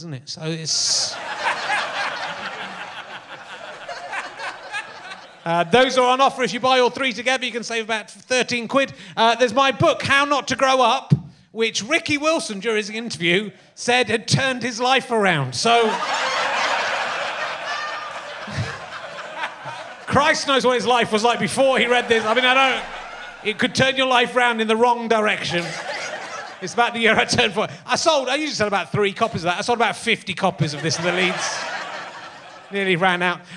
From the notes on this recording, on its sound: RHLSTP is back at the Long Division Festival in Wakefield for the second week running.